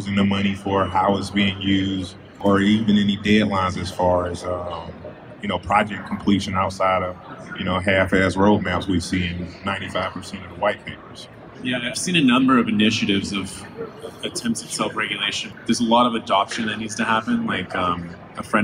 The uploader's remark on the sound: At the Blockchain World Conference 2018 in Atlantic City